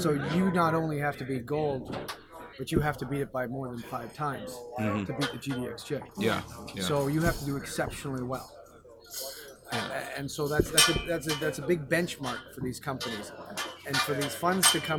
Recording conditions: busy venue